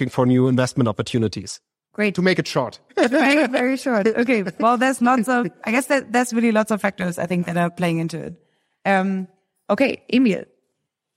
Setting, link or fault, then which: setting, live audience